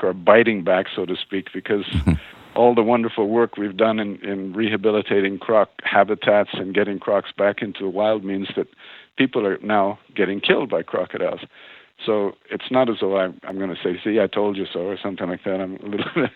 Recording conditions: phone line